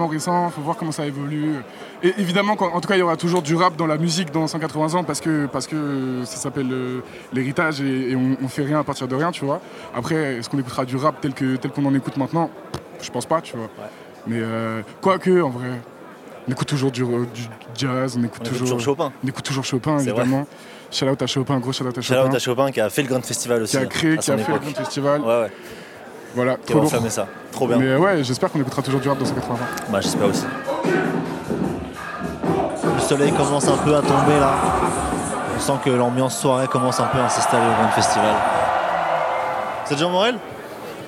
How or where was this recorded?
busy venue